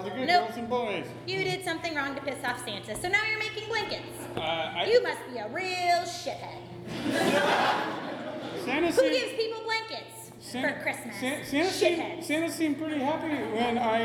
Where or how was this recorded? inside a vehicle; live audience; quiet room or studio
live audience